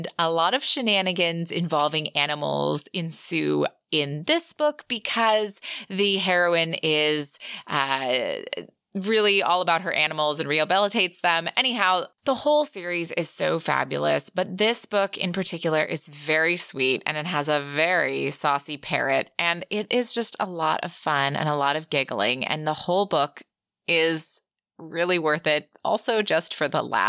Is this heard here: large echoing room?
no